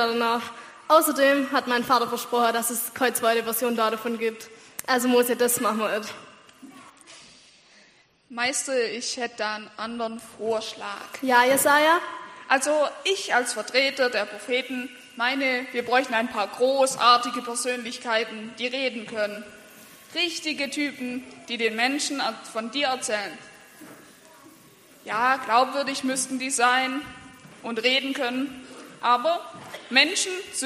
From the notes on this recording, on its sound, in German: Anspiel und Predigt im Gottesdienst an Heiligabend